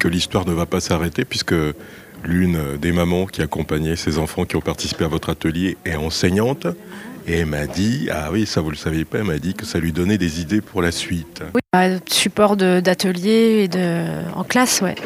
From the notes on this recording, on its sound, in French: Était sur les radios de la FRAMA en direct du salon du livre dimanche 2 octobre 2022 à l’occasion d’un atelier modelage dispensé aux enfants du Mans.